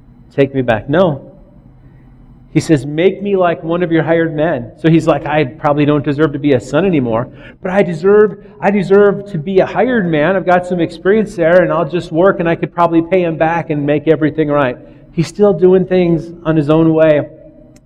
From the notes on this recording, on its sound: recorded on Nov 1st, 2009 at River Rock Church in Belle Plaine MN